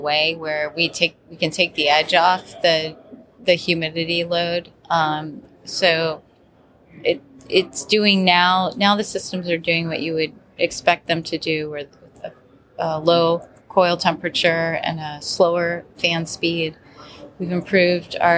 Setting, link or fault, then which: setting, busy venue